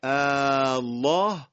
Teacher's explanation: یا در کلمه الله در سوره مبارکه یونس آیه 59 و سوره مبارکه نمل آیه 59، کلمه الله، میبینیم که همزه وصل تبدیل به الف مدی شده. علت این تبدیل این هستش که کلمات فوق در اصل بوده اذکرین، الان، الله و در صورت حذف همزه وصل کلمه مجدداً به شکل غیر سوالی خود برمیگرده و مفهوم سوالی ازش فهمیده نمیشه.